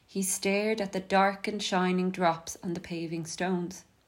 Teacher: Note how those repeated D sounds are at regular intervals, almost like the drops of blood that slowly drip from the girl's knife.